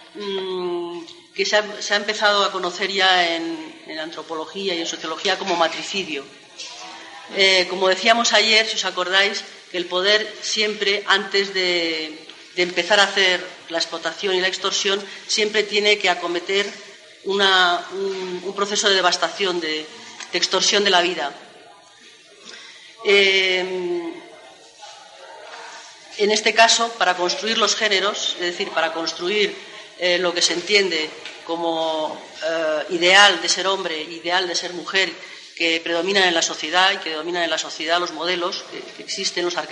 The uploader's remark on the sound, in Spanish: realizado en las Jornadas "mayo del 68-98: Vigencia del Pensamiento Libertario", realizadas en Bogotá